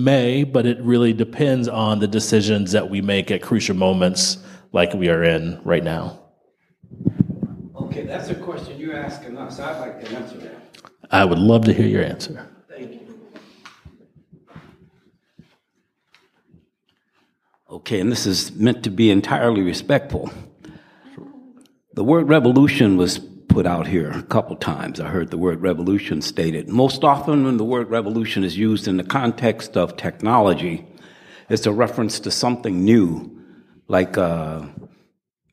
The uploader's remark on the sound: Audio from December 2, 2019 at The Forum in Town Hall Seattle. At The Forum in Town Hall Seattle.